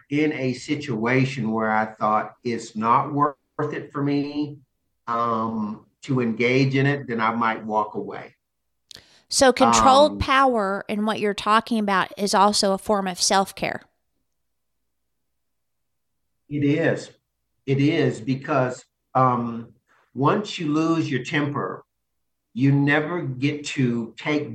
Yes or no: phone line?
no